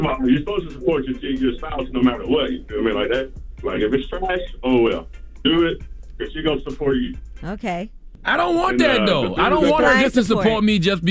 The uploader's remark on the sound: Today on the show we opened up the phone lines